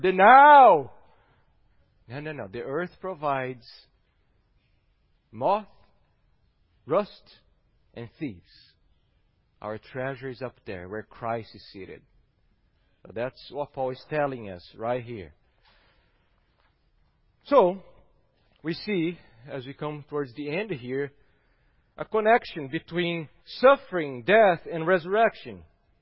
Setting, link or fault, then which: setting, large echoing room